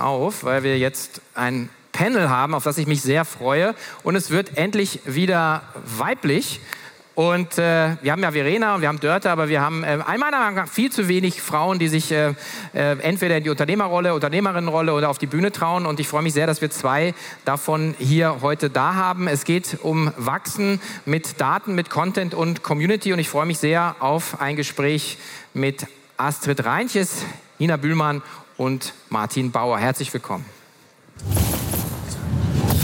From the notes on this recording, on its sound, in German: Für eine spannende Gesprächsrunde auf der Future Retail Stage der K5 Konferenz 2023